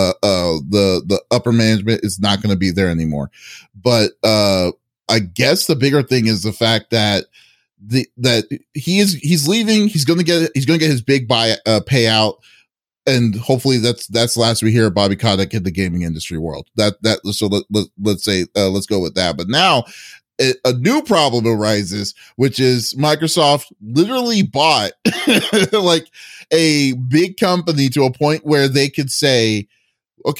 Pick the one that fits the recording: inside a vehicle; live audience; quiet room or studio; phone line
quiet room or studio